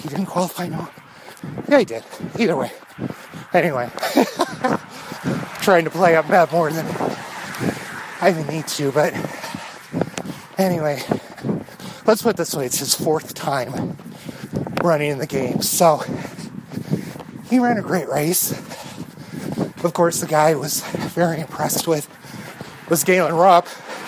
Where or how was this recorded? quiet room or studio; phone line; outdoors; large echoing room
outdoors